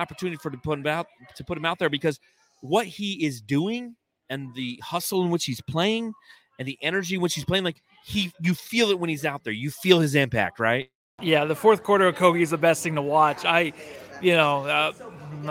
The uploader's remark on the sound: coming to you live from Blue Agave Mexican Cantina after Game 4